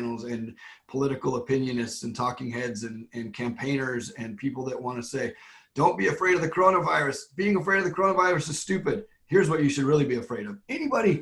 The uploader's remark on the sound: LWRV Zoom Church